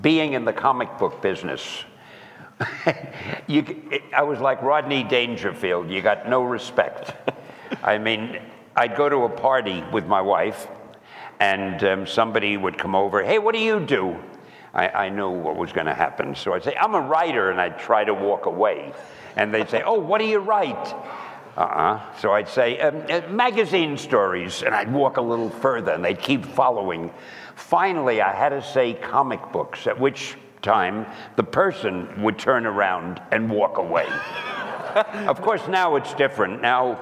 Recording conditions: live audience